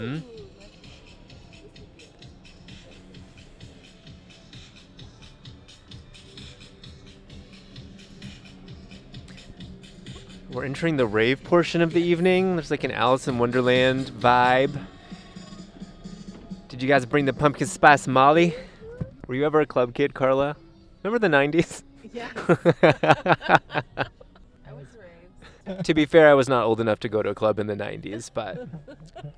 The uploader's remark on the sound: report live from Nights of the Jack: A Drive-Thru Halloween (s)Experience